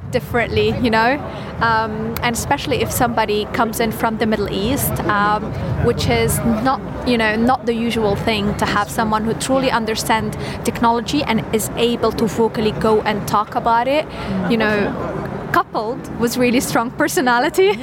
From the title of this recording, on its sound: Live from SEF 2024